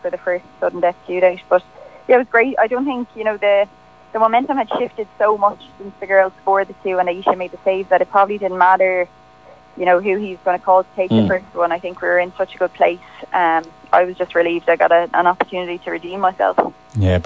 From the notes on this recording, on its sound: joined us on the line